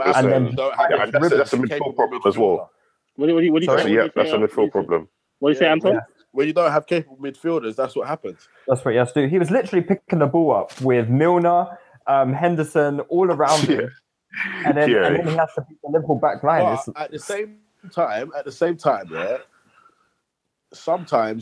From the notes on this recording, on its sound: We apologise for the drop off in sound quality for this podcast, as it was recorded via the internet and not in our usual studio.